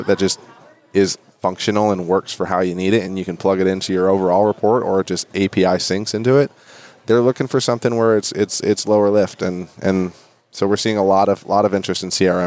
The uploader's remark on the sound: Live at NAA.